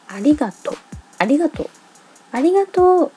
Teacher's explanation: we don't really pronounce う, the last part.